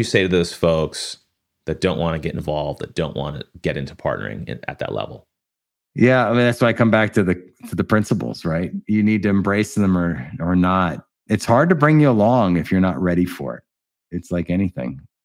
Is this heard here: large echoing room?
no